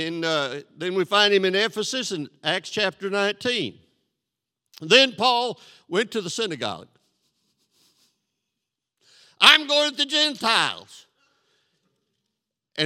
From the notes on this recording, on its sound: This sermon was recorded live on April 3rd, 2022 at Newark United Pentecostal Church.